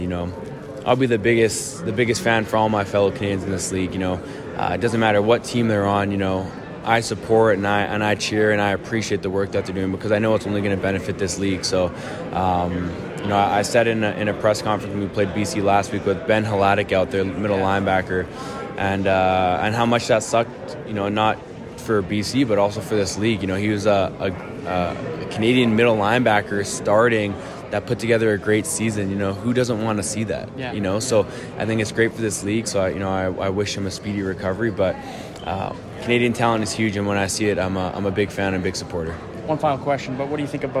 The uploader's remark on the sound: On day three of the 2023 Grey Cup Festival. Catches up with several players at media day.